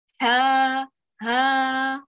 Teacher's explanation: نزلت الهمس من الحاء على الفتحة وبعدين على المد، حاء ها، فخرجت كنا مهموسة واعتراه النفس من كل يعني بشكل وافر، وهذا الشيء خاطئ.